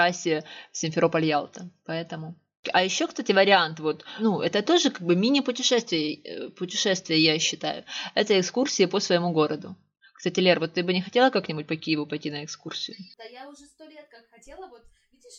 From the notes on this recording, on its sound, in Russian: Осторожно! Плохой звук.